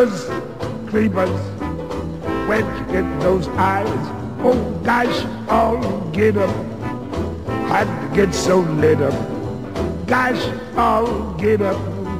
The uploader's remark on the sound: Live From The Mad Monster Party